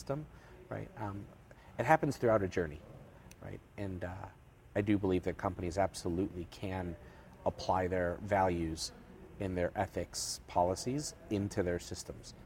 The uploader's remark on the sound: Live from InsureTech Connect Vegas. Live from InsureTech Connect Vegas.